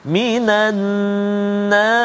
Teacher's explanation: huruf sebelum dia huruf nun yang berbaris di atas fathah maka ra tu bunyi tebal